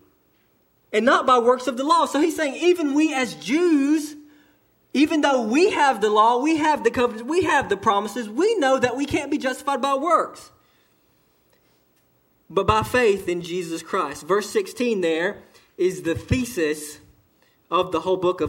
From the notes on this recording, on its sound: delivered to Cottondale Baptist Church in Eastman, GA on 2/18/18 during the 11:00am service